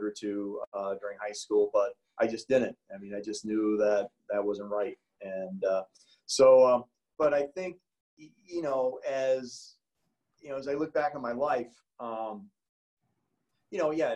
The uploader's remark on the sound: Joan of Arc Parish in Lisle, IL. For an interview via Zoom.